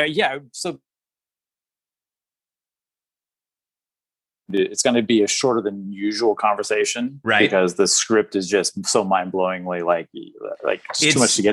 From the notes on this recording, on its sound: we had some technical glitches in which there are “audio blanks” where the sound cuts out for 2-3 seconds at a time throughout.